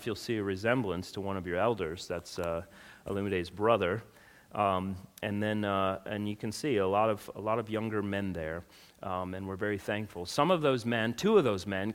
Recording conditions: large echoing room